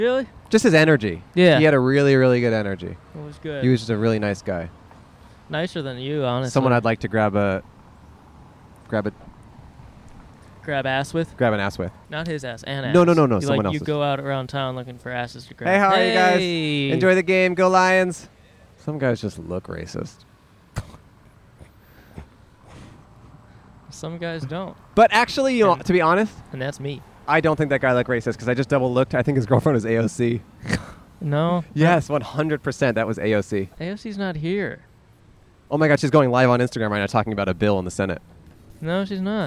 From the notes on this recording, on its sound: Recorded on 9/12/21 in Campus Martius Park in Detroit, Michigan.